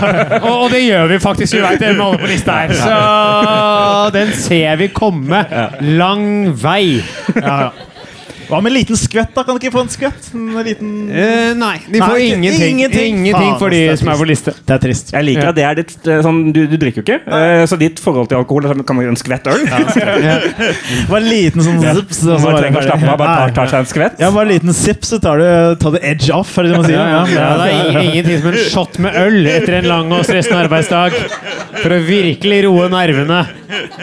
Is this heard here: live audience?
yes